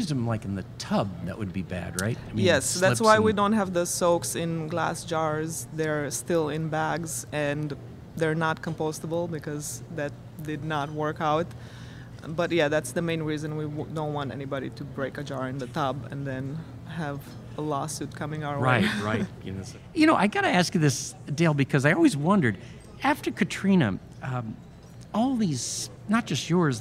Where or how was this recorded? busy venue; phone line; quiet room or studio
busy venue